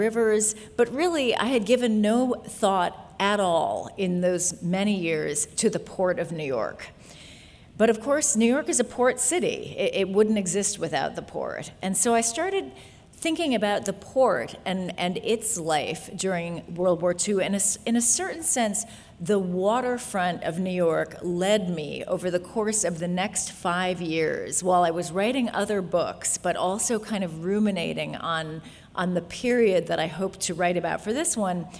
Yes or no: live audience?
yes